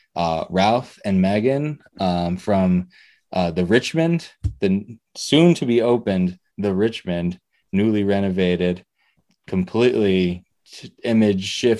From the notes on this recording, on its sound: Recorded Live on Zoom